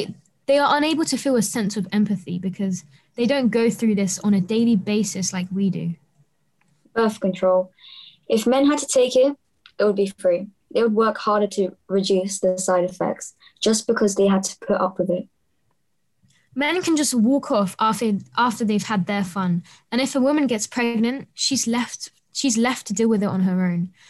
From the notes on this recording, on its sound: 'The Realist’ is a project conceived to explore bridging the distance between us during lockdown through audio. During our sessions (held via Zoom).